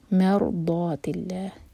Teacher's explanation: میم کو ہیوی نہ ہونے دیں، را ہیوی ہوگا، میم لائٹ، مور آواز نہیں آنی چاہیے.